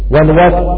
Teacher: فإذا وقفنا عليها ففيها التفخيم، والوتر بالتفخيم لأنها ساكنة وقبلها ساكن وقبل الساكن فتح